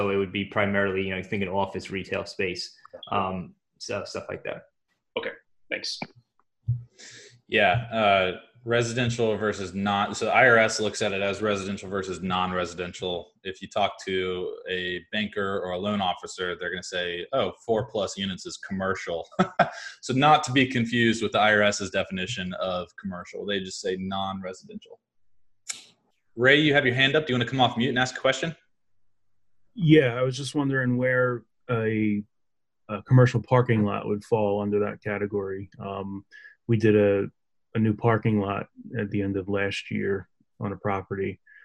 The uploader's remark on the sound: This recording is from a webinar we held for members of our email list and the Cash Flow Community.